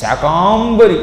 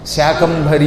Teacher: ఉచ్చారణ చేతకాక సంస్కృతం రాక శాకాంబరి అని దీర్ఘం తీయటం, శాకాంబరి లేకపోతే ఇంకో వేణాంబరి కాదు, శాకంభరి ఒత్తు భ శాకంభరి